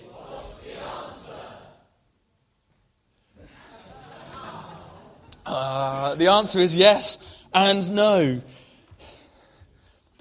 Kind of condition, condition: setting, large echoing room